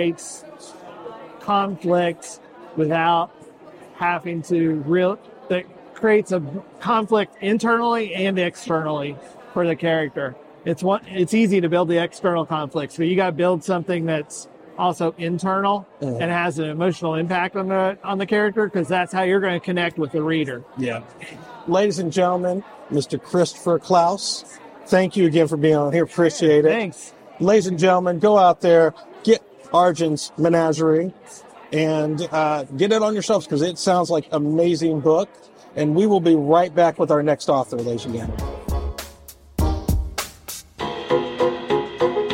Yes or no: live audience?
yes